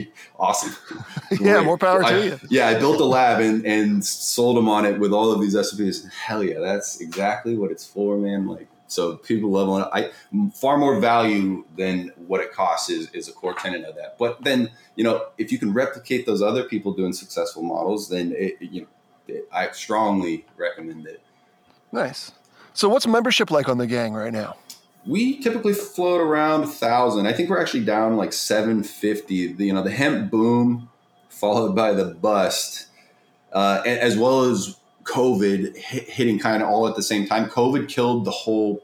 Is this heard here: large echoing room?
no